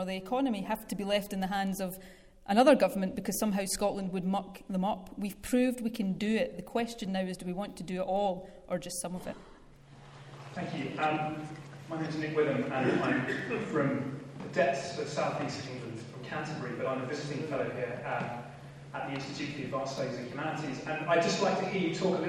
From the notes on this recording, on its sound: Q&A session following her speech at the Academy of Government of the Edinburgh University